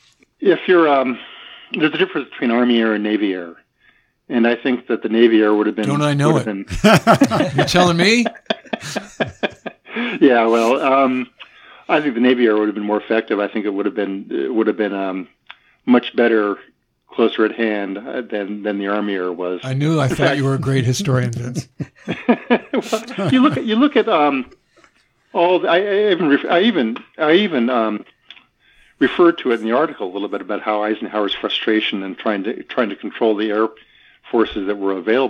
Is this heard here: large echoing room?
no